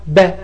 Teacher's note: لو قلت البي وعليها سكون هتبقى ب، طب البي عليها فتح ب، عليها ضم بو، عليها كسر بي. لما نطقت الباء أنا نطقت صوتين، نطقت الباء ساكنة في لحظة ب، ونطقت الفتح القصير ب.